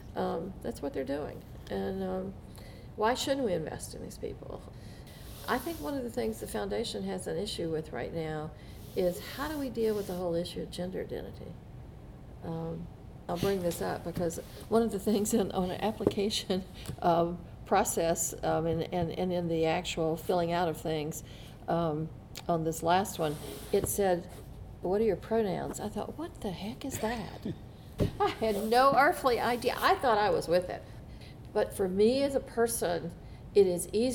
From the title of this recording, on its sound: Live from the Z. Smith Reynolds Renew & Refresh Retreat